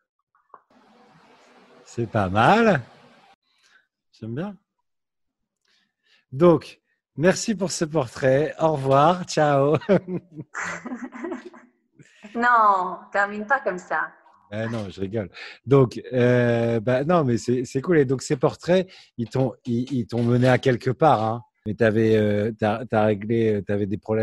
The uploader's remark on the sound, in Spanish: En Zoom